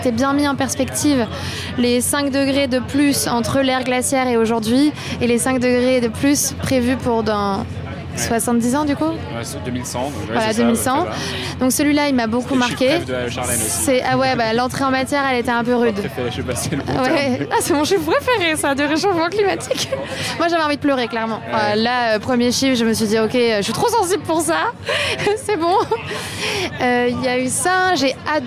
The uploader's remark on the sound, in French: J'ai enregistré un podcast à 320 km/h. Dans le cadre d'un partenariat entre 2Tonnes et la SNCF, j'ai été invité à prendre le train pour suivre un atelier express avec des influenceurs. Je me suis donc retrouvé en TGV pour enregistrer avec des influenceurs.